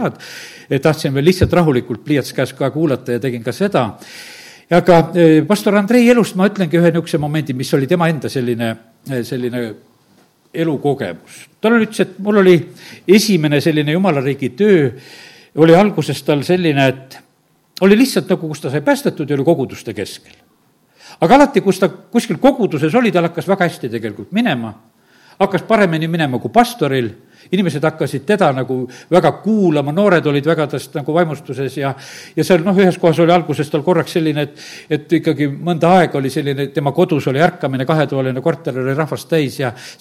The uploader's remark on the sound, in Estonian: Audio salvestus koosolekult